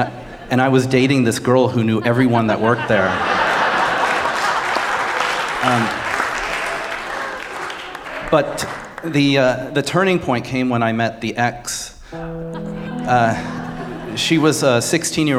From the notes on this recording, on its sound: Wins over our Snap Judgment audience with his sneaky charisma. Performed Live with the Snap Judgment Players.